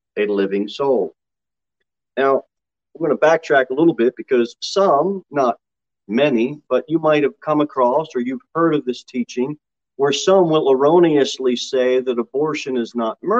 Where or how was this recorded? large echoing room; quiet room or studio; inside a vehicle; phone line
large echoing room